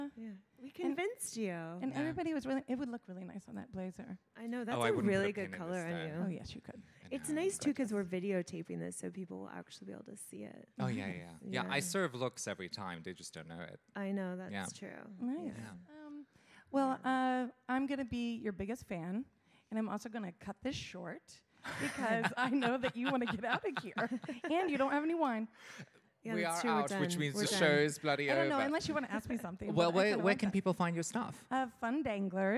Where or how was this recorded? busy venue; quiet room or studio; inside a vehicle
busy venue